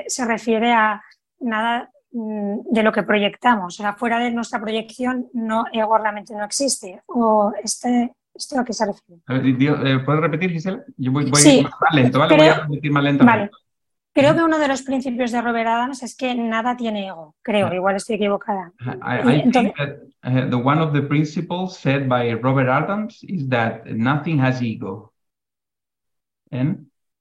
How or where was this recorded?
video call